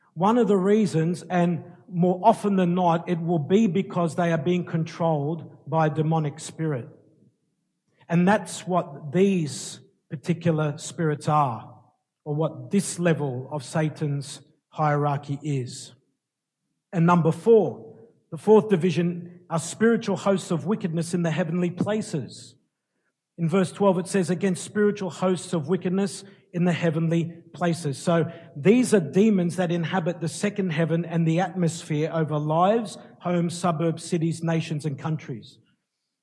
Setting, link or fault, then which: setting, large echoing room